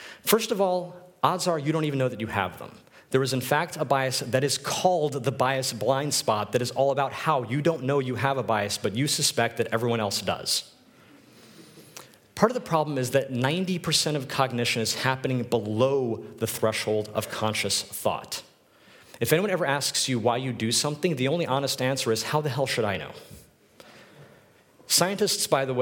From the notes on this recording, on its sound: This is a recording of my talk at UX Copenhagen